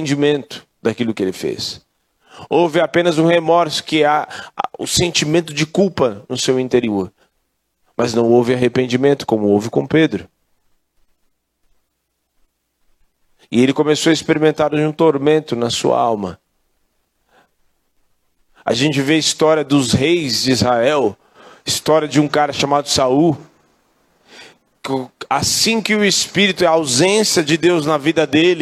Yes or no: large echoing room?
yes